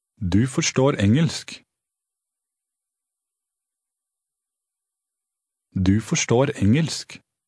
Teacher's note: Notice how the speaker's voice rises a little at the end. · Term: Norwegian intonation